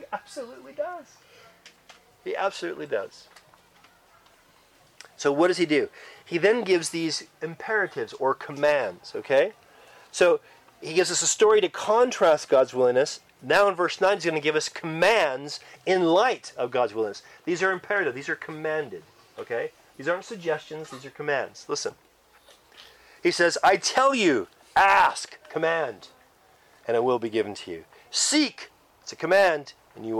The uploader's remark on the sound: Church camp recording in the great outdoors! Church Camp 2023.